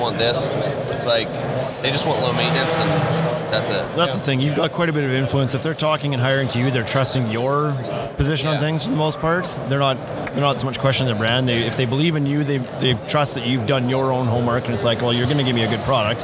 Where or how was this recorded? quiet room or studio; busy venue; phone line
busy venue